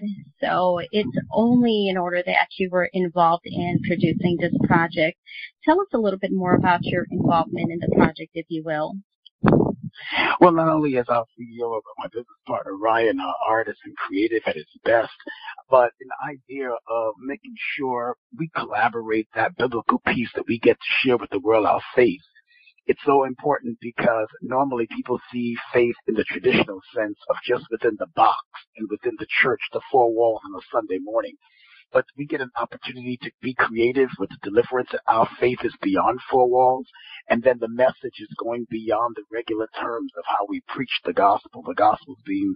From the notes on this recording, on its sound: On the phone w/ the cast.